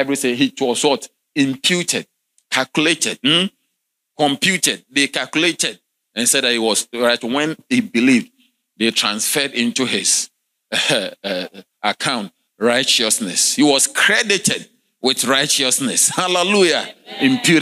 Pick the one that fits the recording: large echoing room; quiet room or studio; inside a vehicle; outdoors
large echoing room